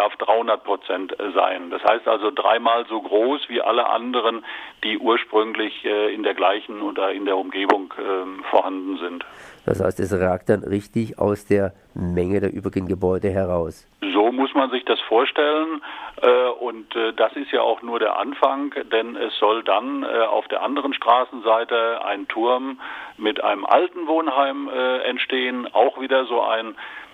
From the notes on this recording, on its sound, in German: Am Telefon